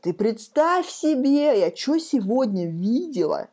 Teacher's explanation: Русский – это такая плавная, очень разнорегистрная, то мы наверх, то мы вниз. · Term: интонация